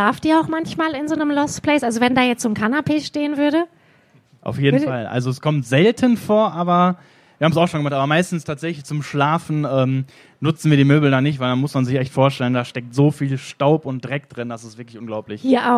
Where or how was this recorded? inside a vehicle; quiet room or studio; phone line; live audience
live audience